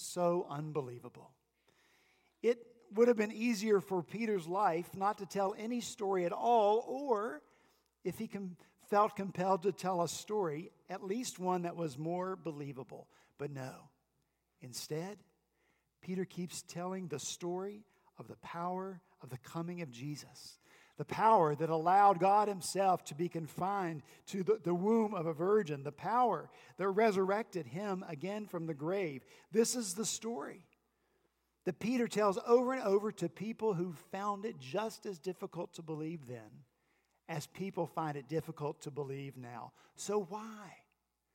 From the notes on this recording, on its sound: At Redeemer Presbyterian Church in Charleston, SC, our youth and children helped lead us in worship. The youth and children told the Christmas Story. Our senior pastor wrapped up their pageant with a short sermon about rejoicing in the prophecy.